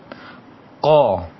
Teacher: Kemudian huruf Qaf. Huruf Qaf ini di pangkal lisan. Qa, tidak boleh ada angin.